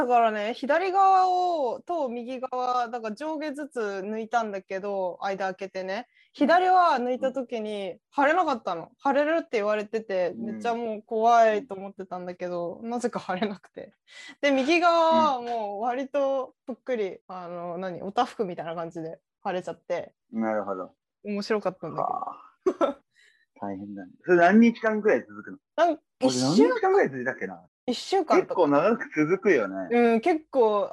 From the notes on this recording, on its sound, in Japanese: 音質があまり良くないため、聴きづらかったら申し訳ありません･･･